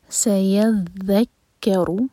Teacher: ذال کے لیے آپ کو پتہ ہے ہماری زبان جو ہے اوپر والے دانت کو ٹچ کرے گی اور تھوڑی سی ٹپ باہر ہوگی اس کو ز کا ساؤنڈ نہیں دینا یہ ہے ذال سیذکر را پر دمہ ہے تو را ہیوی